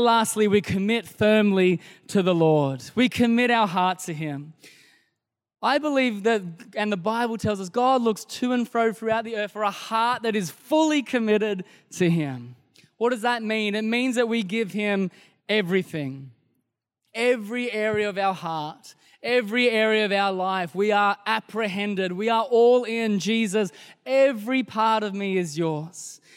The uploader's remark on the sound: This was recorded in our 9am service on the 15th of Januray, 2023